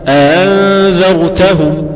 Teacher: الهمزة المسهلة وهي التي لا تكون همزة محضة من غير تليين، ولا تكون تليينا محضا من غير همزة، يعني هي بين البينين، لذلك تقول الهمزة مسهلة بين بين بين بين بين الهمزة وبين الياء مثلا، كأن أقول مثلا أينك أينك، نعم، وبين الهمزة والواو أنزل أو أو، مش أو لا أنزل، لا لا لا، أو أنزل، تمام.